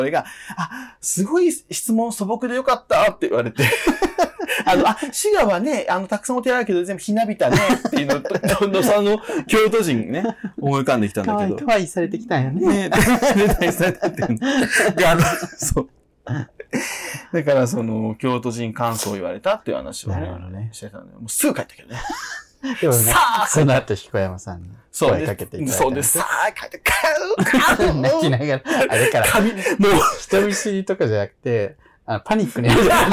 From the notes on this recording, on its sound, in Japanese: 録音失敗！地獄の音割れ回。音質最悪です…すみません！